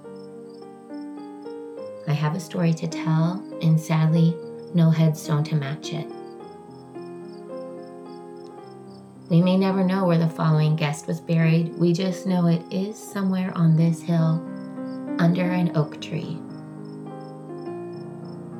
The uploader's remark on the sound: The Sonora Masonic Cemetery is located at the cross road of Otis and Cemetery, at 185 Cemetery Lane Sonora, California in Tuolumne County. This audio tour is off trail, climbing aa dirt hill.